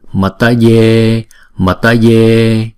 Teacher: Chữ E là diphthong cho nên chúng ta cũng đọc là hai nhịp luôn.